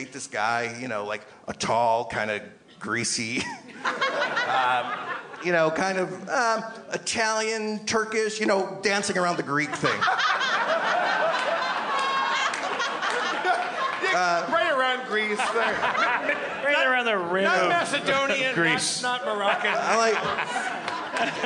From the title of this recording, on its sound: LIVE at The Gramercy, NY Comedy Festival 2015: Night 1